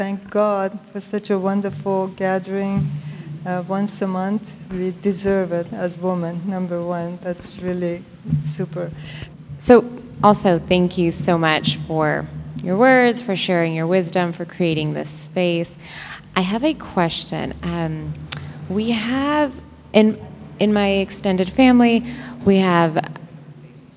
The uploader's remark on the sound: Q&A Discussion Circle w/the Imams. Receive questions from the congregation.